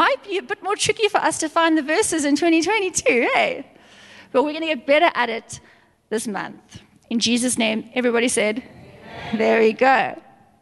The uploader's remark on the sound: Recorded live on Sunday the 7th August 2022